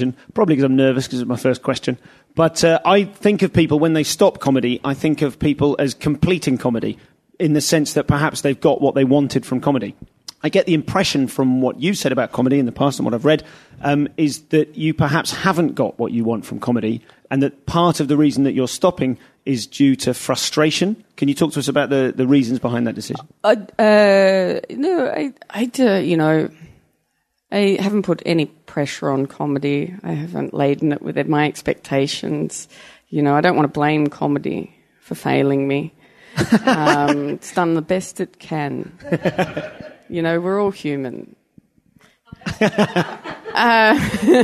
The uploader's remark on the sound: Live at Melbourne Comedy Festival